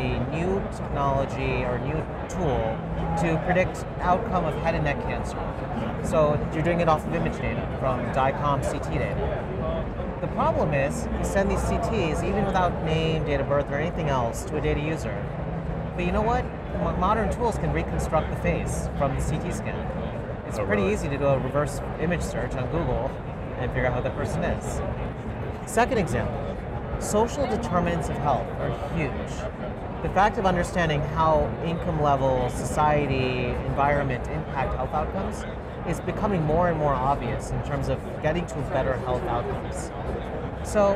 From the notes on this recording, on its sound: An Interview in Action live from HLTH '22.